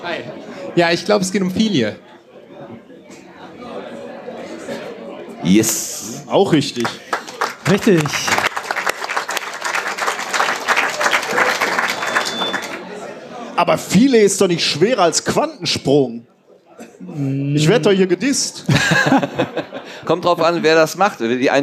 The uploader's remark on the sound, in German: Wisspod-Quiz (33c3-sendezentrum). Wir werden auf der Sendezentrums-Bühne interessante Gäste aus dem Bereich des Wissenschaftspodcasting aber auch der Wissenschaftskommunikation haben. Gemeinsam mit dem Publikum ein Jeopardy-Quiz veranstalten. Dabei gilt es mit Hilfe von Audioauschnitten aus Wissen{schaft}spodcasts die dort behandelten Themen zu erraten.